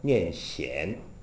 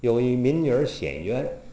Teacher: 喊啊，喊叫的喊，在京剧里上口之后呢，念显 · Term: 上口字